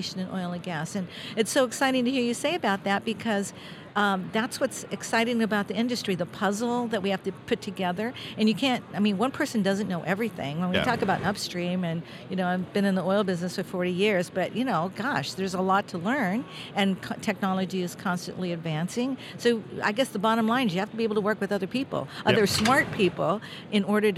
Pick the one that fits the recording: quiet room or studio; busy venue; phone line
busy venue